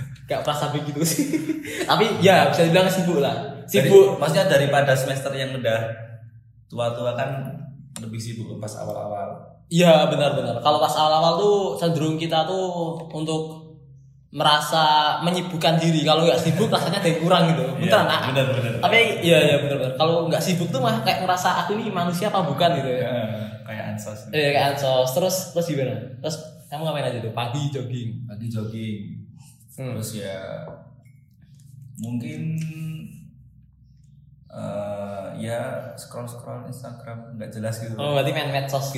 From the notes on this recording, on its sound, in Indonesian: maaf ya kalo audionya jelek